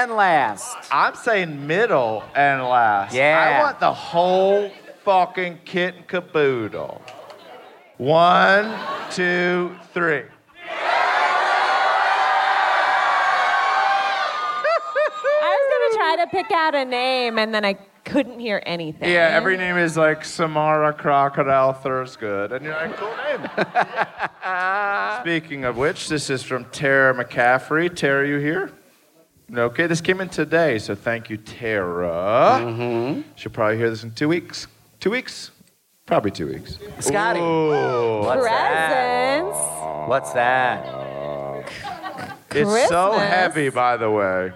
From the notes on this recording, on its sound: Live from Atlanta. Live podcast in Atlanta!